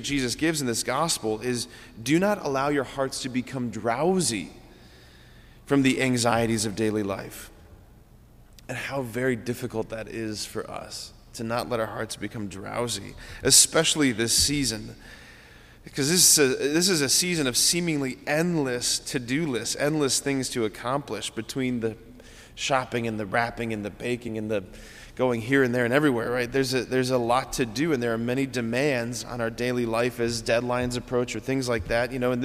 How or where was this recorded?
large echoing room